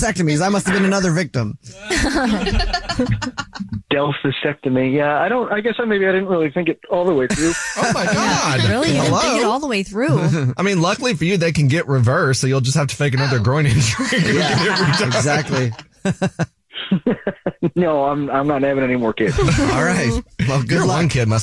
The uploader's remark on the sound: The man on the phone